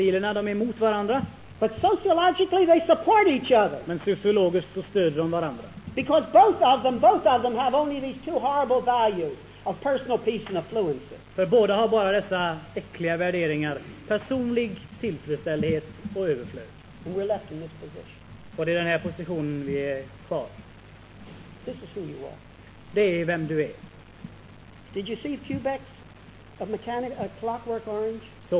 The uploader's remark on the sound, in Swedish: Inspelad i Akademiska föreningen i Lund 1973.